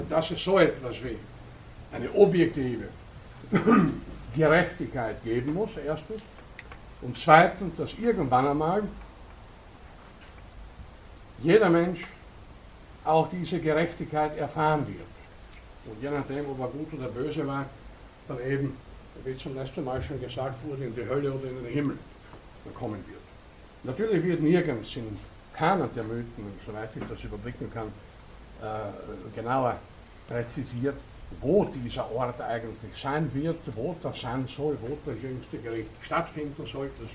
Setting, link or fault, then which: setting, large echoing room